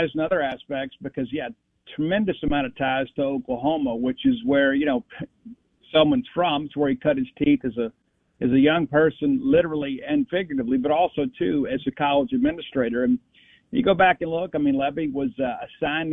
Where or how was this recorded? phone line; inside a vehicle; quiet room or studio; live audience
phone line